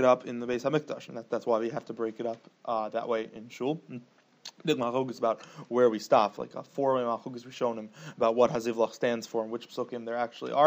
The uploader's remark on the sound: Special Sunday Morning Alumni Shiur. Shiur recorded in Yeshivas Ohr Reuven, Monsey, NY.